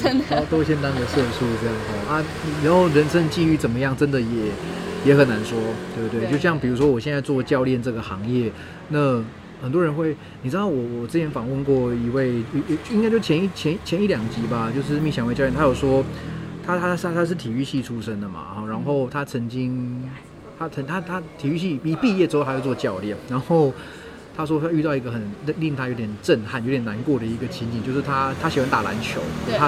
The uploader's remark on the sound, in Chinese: 流落街頭、戶外錄音QQ